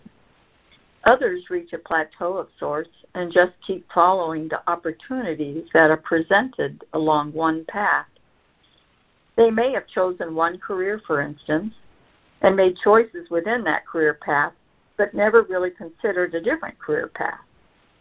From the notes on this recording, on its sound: joining together on a Free Conference Call